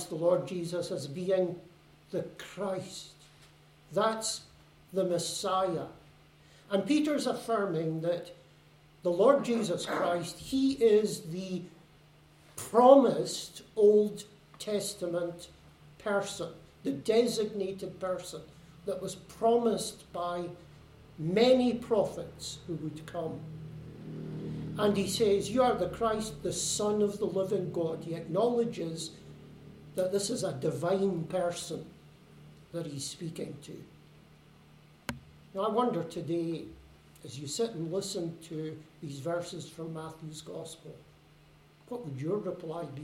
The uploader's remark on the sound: Service recorded at Fernilea Gospel Hall 9 January 2022. A service recorded at Fernilea Gospel Hall.